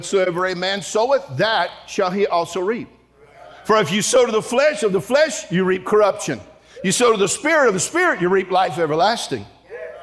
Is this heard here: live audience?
yes